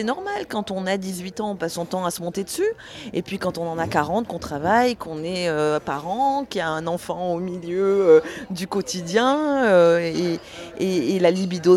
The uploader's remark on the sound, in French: A été enregistrée au festival Quai du Polar à Lyon en mars 2019 dans le cadre du prix de la meilleure nouvelle organisé par le festival.